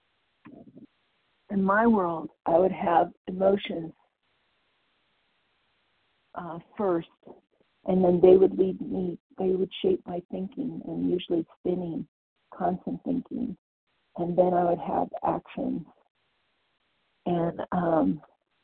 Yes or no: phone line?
yes